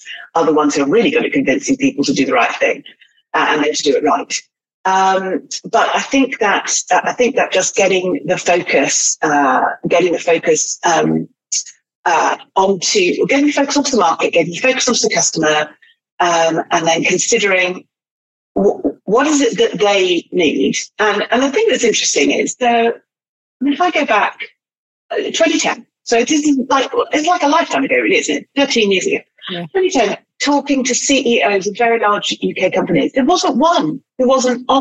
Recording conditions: video call